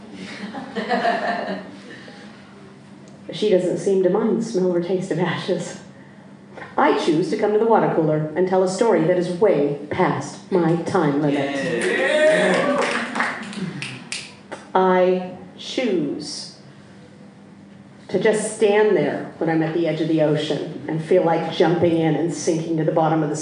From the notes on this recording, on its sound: Recorded live at The Basement Theatre, 29 June 2017.